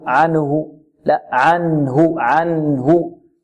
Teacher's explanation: إخراج النون الساكنة من مخرجها من غير زيادة في الغنة. لا نقول من غير غنة، خطأ، النون هي متأصلة في النون الساكنة من غير زيادة في الغنة، ونحذر من تحريك النون هنا. · Term: الإظهار